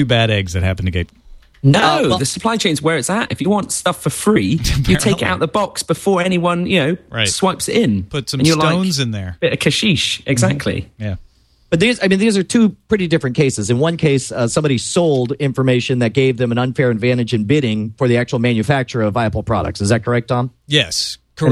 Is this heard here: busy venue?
no